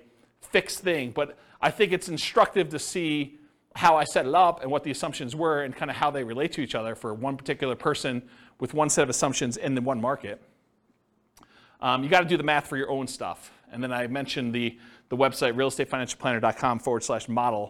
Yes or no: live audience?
yes